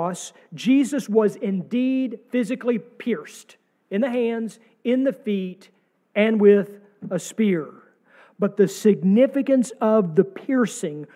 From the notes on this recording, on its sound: sermon from our service on April 2, 2023